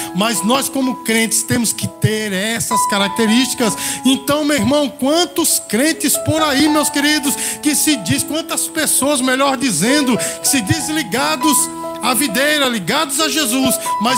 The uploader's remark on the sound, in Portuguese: Gravado no culto de celebração da Igreja Bíblica Vida Eterna (IBVE).